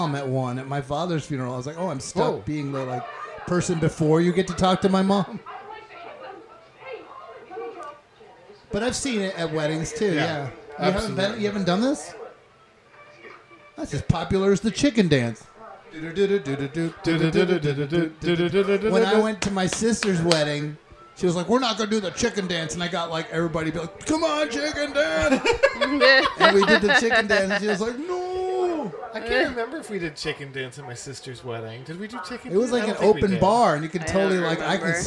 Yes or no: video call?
no